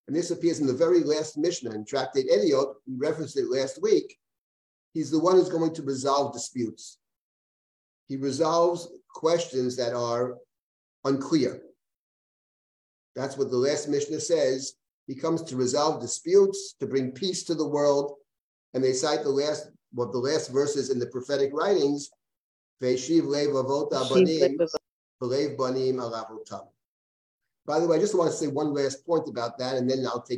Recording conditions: video call